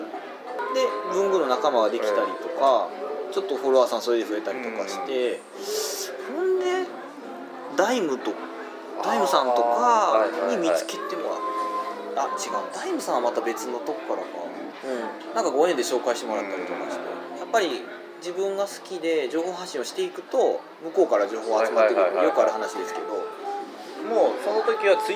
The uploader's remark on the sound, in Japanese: ビジネスサロンでの収録なので周りガヤガヤしています。